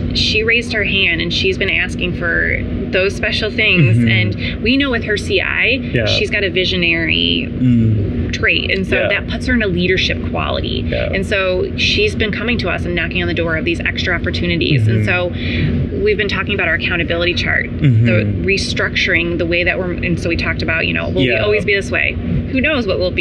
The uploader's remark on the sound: LIVE AT NAA